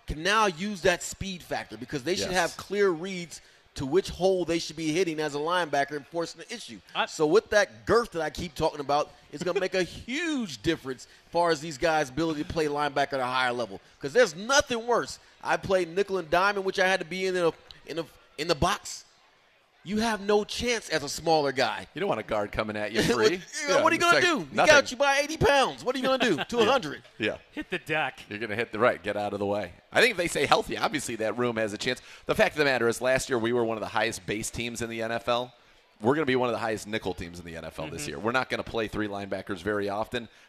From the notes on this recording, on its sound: live from the ESPN Cleveland Block Party (beginning at 47:34)